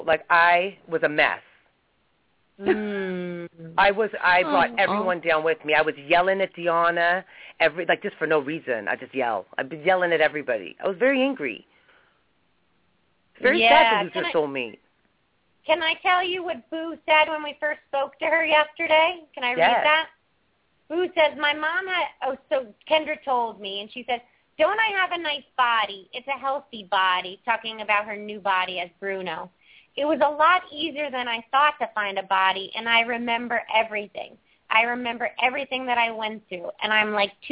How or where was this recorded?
phone line